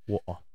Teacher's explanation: And, yeah, so instead of saying water, certain consonants, like T, get replaced by a glottal stop